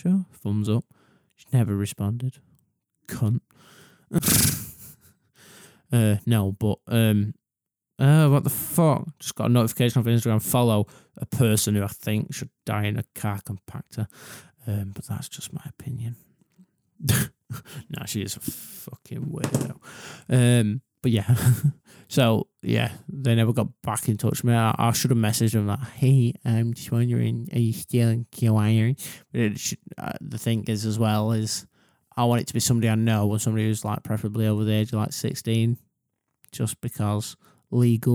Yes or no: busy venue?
no